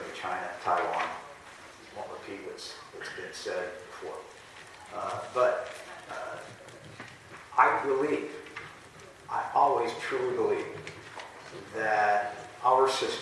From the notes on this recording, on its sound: a panelist at the recent 2023 NADBank Summit